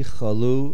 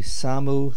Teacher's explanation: the main accent on the word chalu is milara, on the last syllable, and the main accent of the word samu is mil'el, on the first syllable, or the syllable before the last.